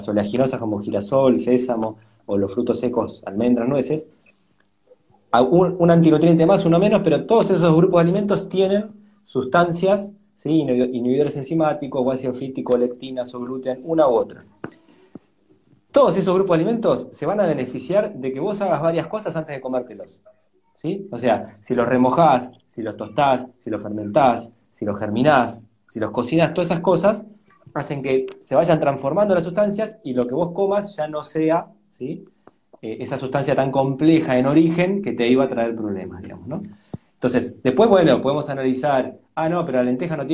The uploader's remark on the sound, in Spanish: Audio de la charla en vivo por Instagram